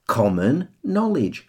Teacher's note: Com and no receive the stress there.